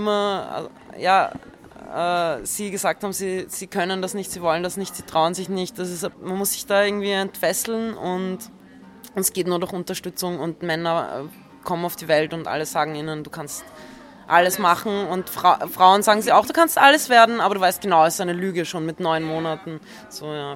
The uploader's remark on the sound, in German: Das Interview wurde auf dem FurtherFestival in Hamburg im November 2018 aufgezeichnet